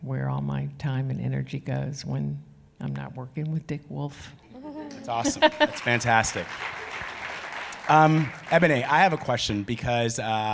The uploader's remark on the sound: The conversation was recorded on February 20, 2019 in front of a live audience at New York's 92nd Street Y.